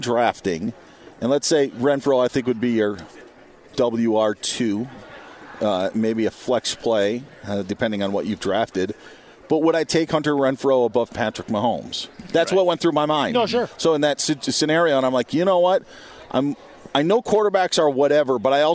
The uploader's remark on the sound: Straight from Radio Row at the Los Angeles Convention Center ahead of Super Bowl 56! The guys bring you in to the sights and sounds of Radio Row.